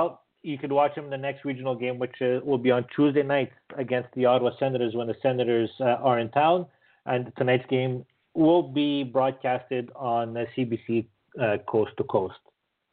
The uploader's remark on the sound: It is the most interactive and informative Canadiens podcast as we take your phone calls. Read your tweets.